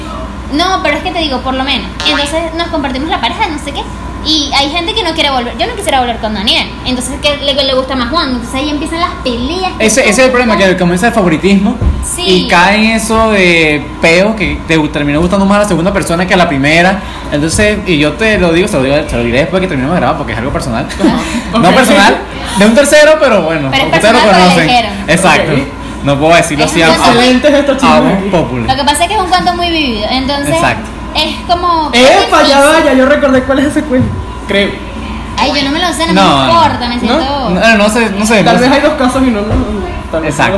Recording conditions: sounds in the background